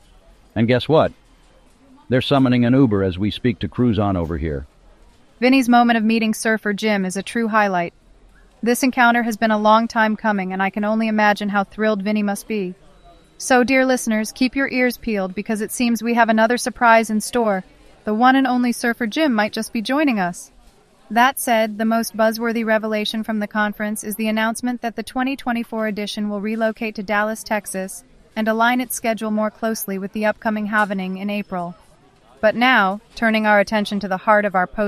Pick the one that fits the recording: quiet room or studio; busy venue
busy venue